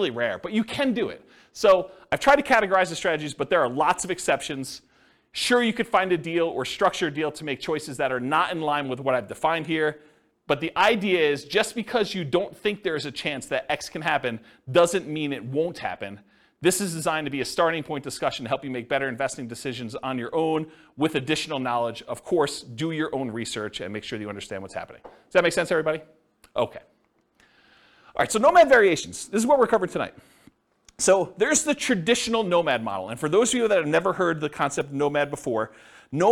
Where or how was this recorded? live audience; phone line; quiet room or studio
live audience